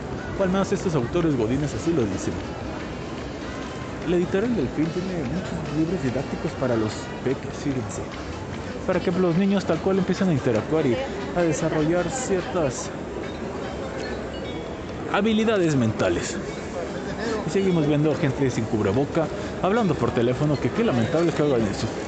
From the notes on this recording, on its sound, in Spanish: Salió de su estudio de grabación y traslado a la expo Guadalajara para hacer el programa desde la FIL 2021. Algunas pequeñas intervenciones de visitantes en el recinto, se vivió una experiencia diferente después de más de un año que no se hacía un programa fuera de cabina.